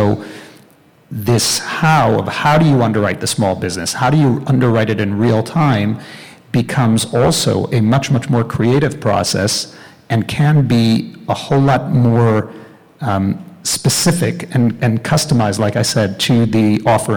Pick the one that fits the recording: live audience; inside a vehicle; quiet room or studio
live audience